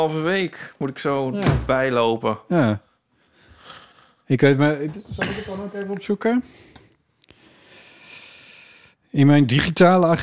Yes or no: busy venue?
no